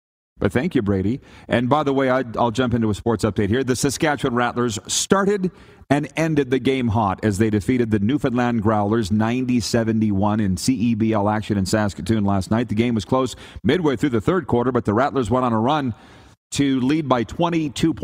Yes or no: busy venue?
yes